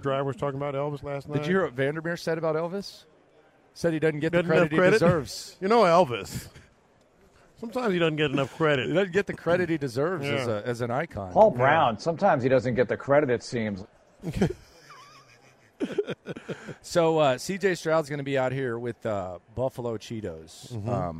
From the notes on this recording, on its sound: Live At Radio Row in Las Vegas